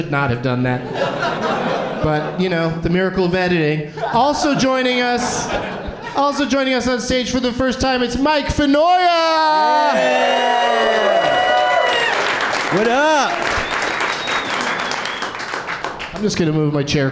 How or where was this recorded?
live audience